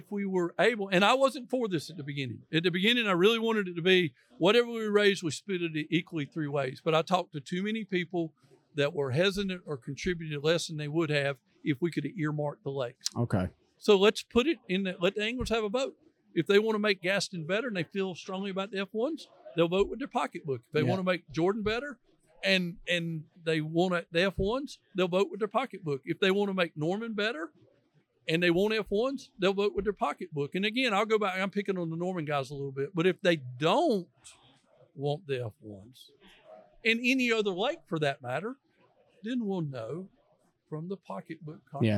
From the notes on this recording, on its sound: This episode was recorded during Anglers Choice Open House in Martinsville Virginia so there is some background noise as announcements were being made. We cleaned it up the best we could.